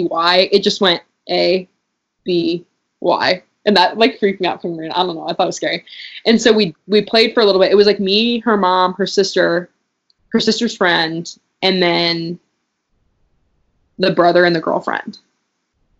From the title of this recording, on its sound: Skype Session